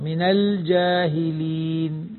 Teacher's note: لاحظ إظهار اللام يا صديقة. أعوذ بالله أن أكون من الجاهلين، لا مظهرة، من الجاهلين.